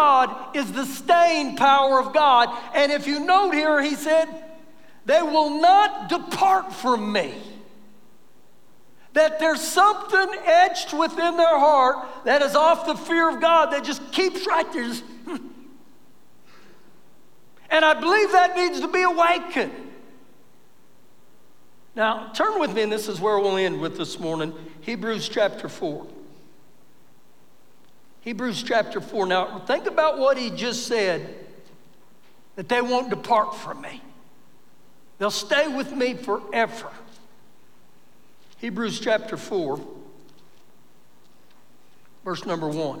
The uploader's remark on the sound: Recorded live during our Sunday morning service